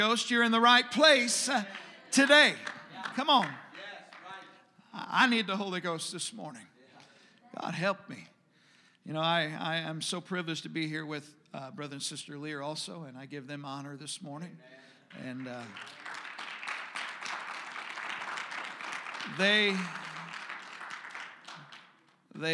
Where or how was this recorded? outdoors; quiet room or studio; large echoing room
large echoing room